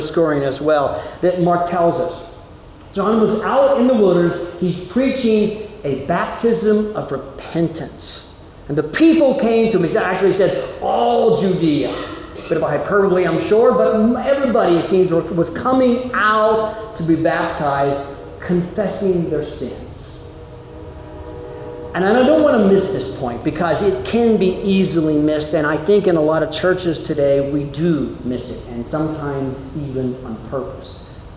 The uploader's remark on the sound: Delivered at Amity UCC in Meyersdale, PA.